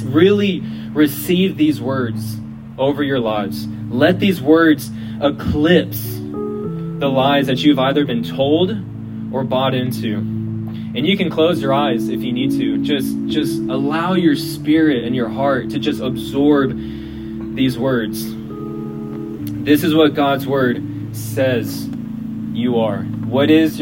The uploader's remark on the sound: We apologize for the quality of the audio, as it was recorded outside.